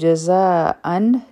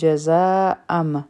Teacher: دا اصل کې وو جزاء ان، لیکن دا به اوس مونږ وایو جزاء ام. دا آواز به د نون ساکن نه میم ساکن ته بدل شي · Shown in: second take · هر کله چې تنوین راشي نو په هغې کې د نون ساکن آواز وي. · Term: اقلاب